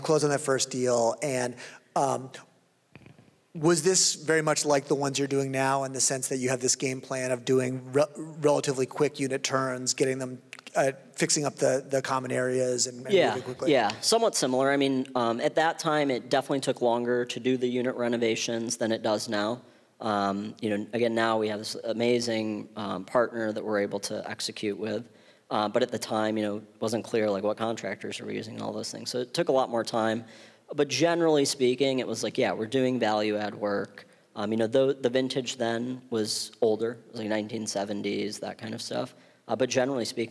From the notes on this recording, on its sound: on stage at Re-convene '22 in Santa Monica